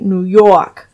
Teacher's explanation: So, well, New York, that's sort of like a rounder, darker vowel sound. And sometimes they start to lose the R a little bit as well.